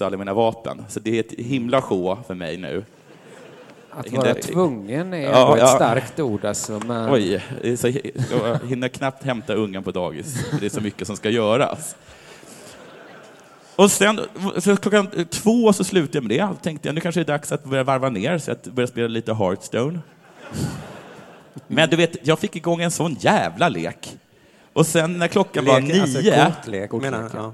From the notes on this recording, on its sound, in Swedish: inspelad på Draken i Göteborg